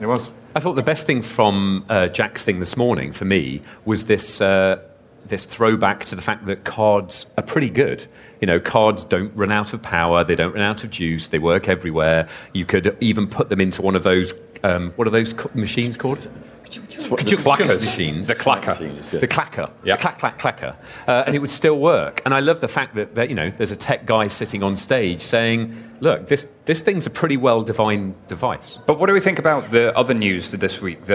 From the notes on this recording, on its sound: LIVE from Money20/20 Europe. We bring you our first ever live podcast, recorded in front of a live audience at Money20/20 Europe, Copenhagen. They discuss the latest news and stories with additional audience interaction.